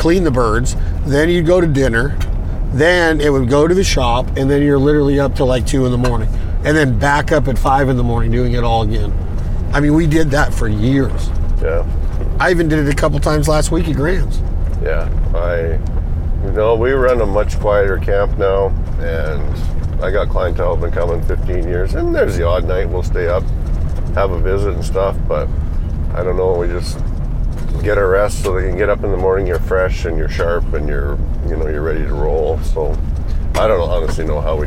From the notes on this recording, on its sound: The best scenario would be to jump in the Ford truck and record the podcast while we scout, and that’s what we did!